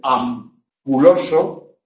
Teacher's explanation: la N, cuando va seguida de una labial, por ejemplo, en ampuloso, se convierte en M. Y por eso tenemos que escribir M.